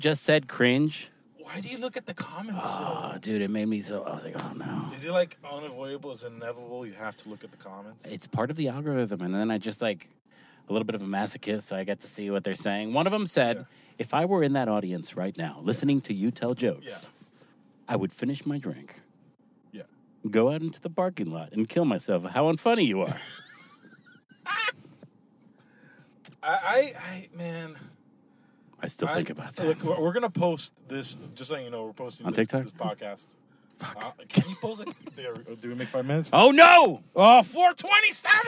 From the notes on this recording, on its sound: we are in the car